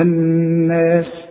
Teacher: النون المشددة لازم تغن بمقدار حركتين